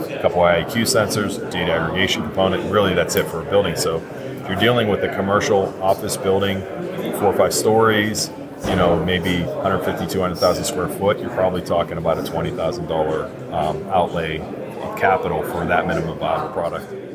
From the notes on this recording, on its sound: recorded at the Passive House Network Conference